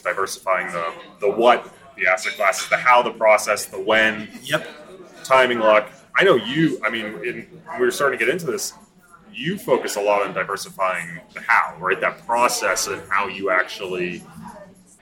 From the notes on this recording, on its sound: we thought it would be fun to just sit down at a bar without an agenda and just record the stuff we would have been talking about anyway